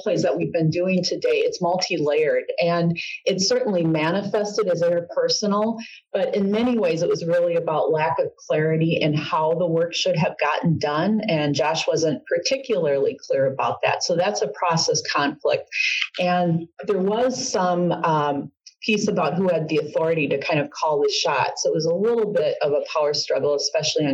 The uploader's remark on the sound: This is a podcast version of a Supervisory Development webinar recorded on April 18th, 2018.